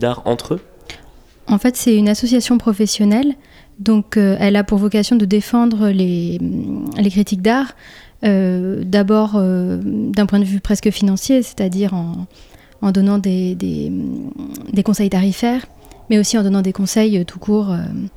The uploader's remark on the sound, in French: Emission enregistrée le 30 mars à Montreuil, dans le cadre du week-end Paris sous les Pods de Podcastéo.